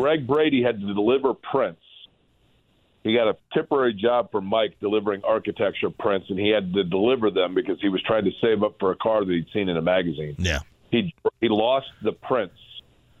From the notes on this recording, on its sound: opens the phone lines to take some calls from listeners